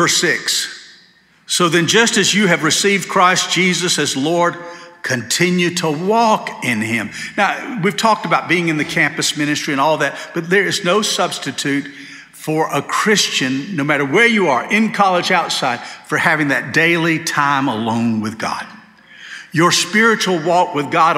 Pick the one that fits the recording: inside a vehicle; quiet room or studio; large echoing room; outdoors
large echoing room